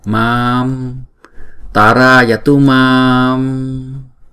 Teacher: Và chữ mam, thì đọc chữ ma là hai nhịp rồi mới đóng chữ ma đó lại